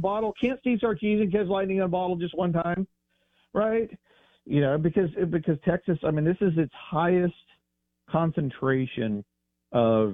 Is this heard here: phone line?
yes